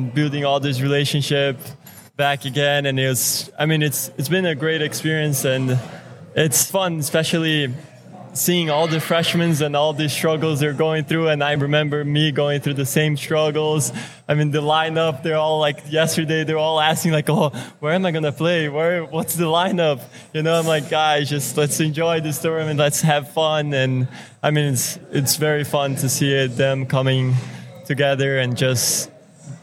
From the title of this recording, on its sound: Live at the Collegiate Open